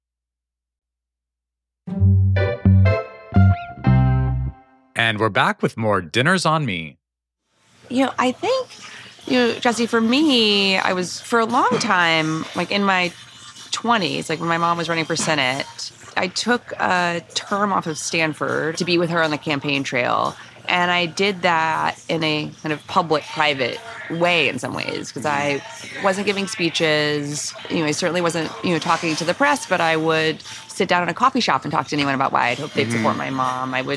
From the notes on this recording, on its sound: Over salmon salads. This episode of Dinner's On Me was recorded at Upland in NYC's Flatiron District.